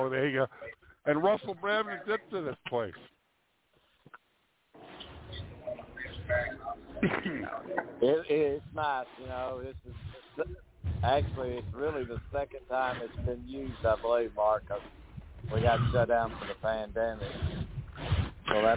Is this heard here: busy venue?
yes